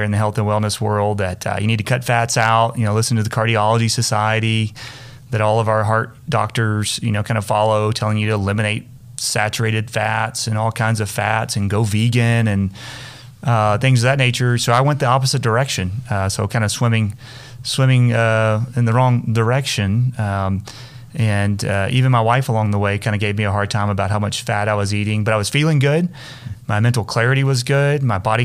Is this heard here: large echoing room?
no